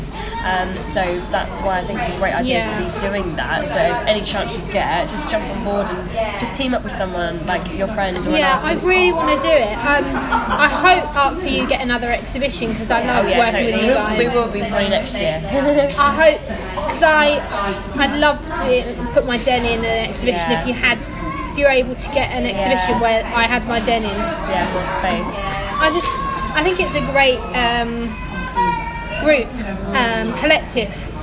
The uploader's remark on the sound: This podcast was originally recorded on the 6.12.18 last year in December in a Costa Coffee Shop locally to me so its not completely quiet we have noise in the background but hope you guys can still hear this podcast ok!